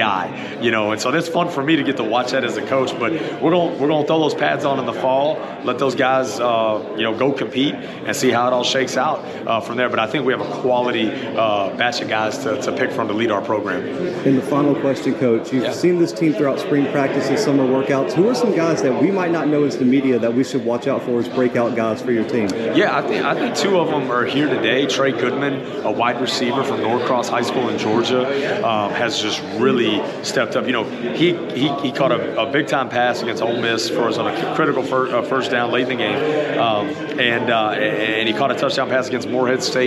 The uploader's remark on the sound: The Bluebloods are live from ASUN Media Day in Atlanta, GA.